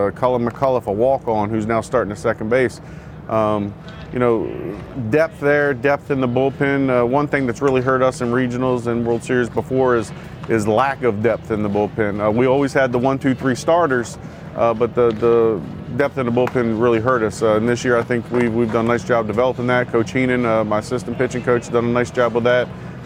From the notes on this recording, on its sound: ABCA Member Coaches in Enid, Oklahoma and Cedar Rapids, Iowa. Interviews in this week's ABCA Podcast were recorded on the scene with ABCA member coaches at the NJCAA Div. II Championship in Enid, Oklahoma, and the NCAA Div.